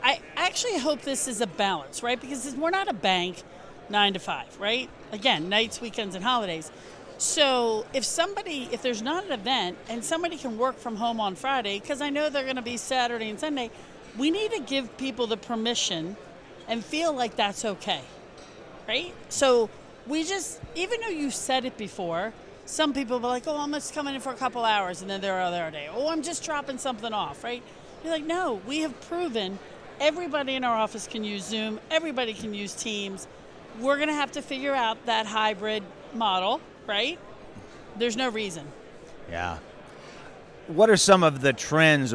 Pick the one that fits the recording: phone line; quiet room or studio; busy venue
busy venue